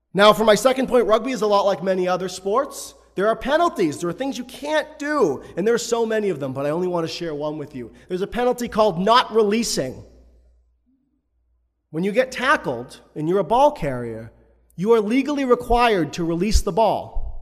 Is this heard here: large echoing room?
yes